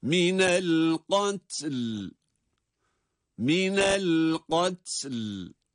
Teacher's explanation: Gördüğümüz gibi minel katli derken buradaki duruşta gat, gaf harfi üstünüyle ta harfine bağlanıyor. Sakin olarak ta okunurken durduğumuz için lam harfini de cezimle okuyoruz. O da sakinleşiyor. · Term: iki sakin bir arada